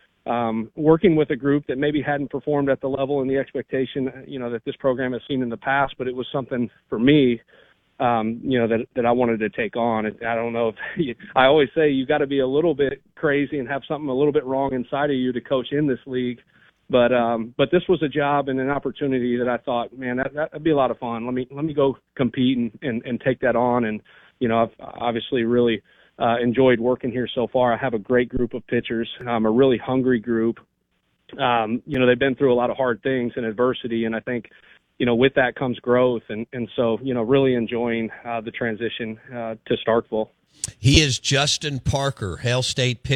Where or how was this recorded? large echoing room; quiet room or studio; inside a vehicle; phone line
phone line